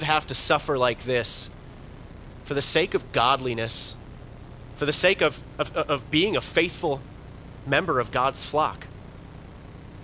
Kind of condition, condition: setting, large echoing room